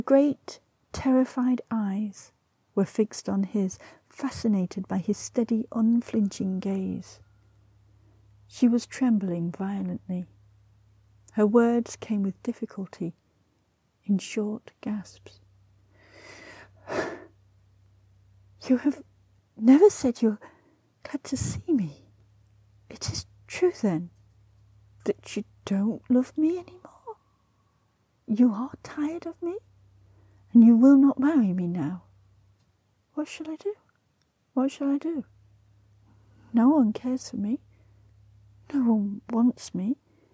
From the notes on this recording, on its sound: An iPhone and a microphone in hand. This episode was recorded on a canal boat by the Grand Union Canal, England.